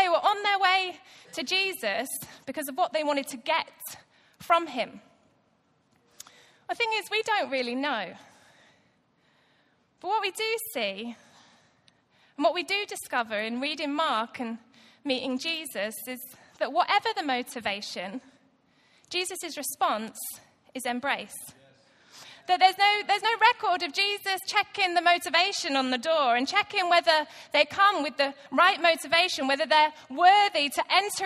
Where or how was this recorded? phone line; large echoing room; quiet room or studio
large echoing room